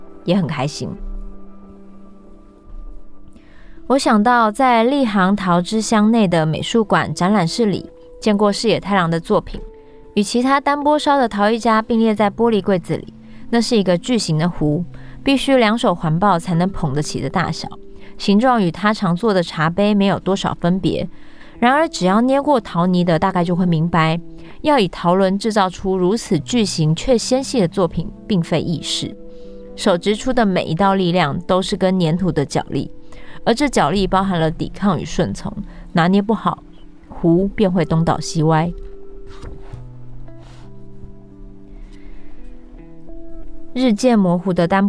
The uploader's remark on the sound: Short forest ambience, birds, distant river, Cat Tien National Park, Vietnam